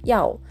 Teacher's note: 欲しいという意味になります。の動詞になります。やお、発音は YAO、第4世、上から下に下がる音です。ヤオ、上から下に急降下するような感じで発音してみてください